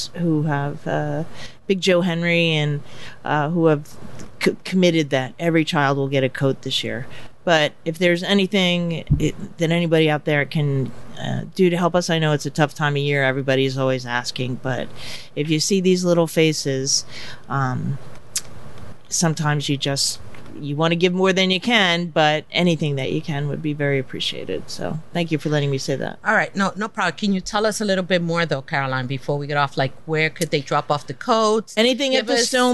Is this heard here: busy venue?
yes